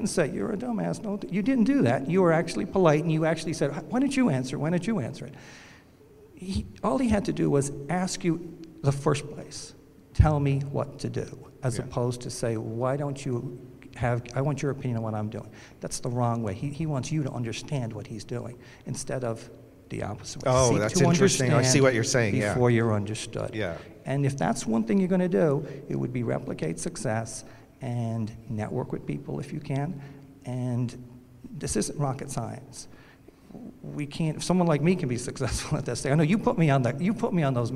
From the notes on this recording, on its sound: It was all recorded while we shared a cocktail at this year’s Accelerate LIVE! In Fort Lauderdale.